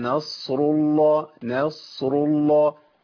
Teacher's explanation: والنون مرققة دائما والصاد مفخمة دائما، يبقى أفصل بهيئة الشفتين